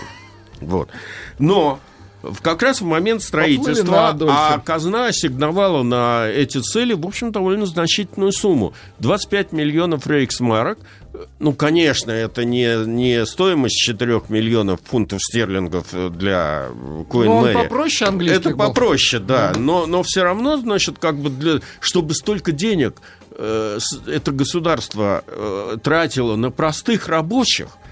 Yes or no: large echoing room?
no